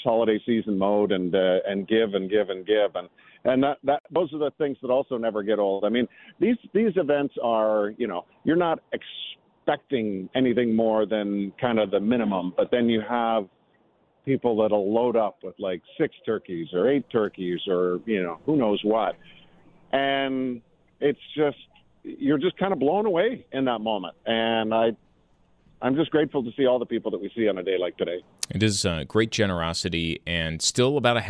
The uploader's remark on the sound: reports live from Turkeys for Tickets